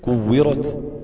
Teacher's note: أقول إذا الشمس كورت، إذا السماء انفطرت، أقصد هنا التاء في آخر انفطرت وفي آخر كورت، بقف على حرف بوقف عليه بالسكون، إذن فسكن التاء فتبقى مهموسة، فأقول كورت. · Term: همس التاء